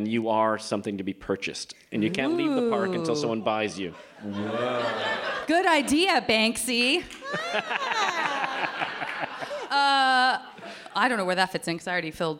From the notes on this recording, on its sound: This special episode recorded live at SF Sketchfest has a little something for everyone.